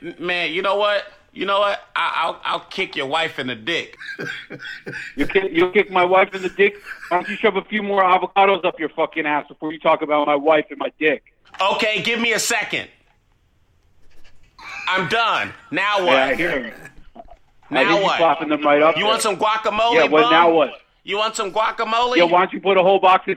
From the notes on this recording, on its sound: A bunch of kids call into this episode